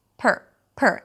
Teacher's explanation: it's not pronounced as par, but it's reduced